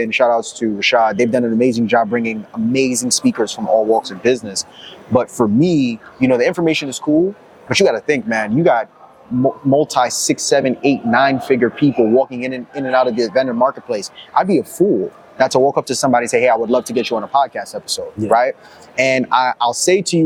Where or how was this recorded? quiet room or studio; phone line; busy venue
busy venue